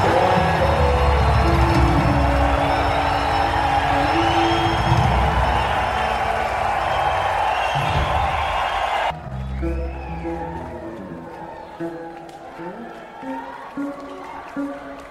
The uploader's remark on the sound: Colgate. Albany. Live snippets.